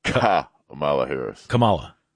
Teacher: the accent is on the first syllable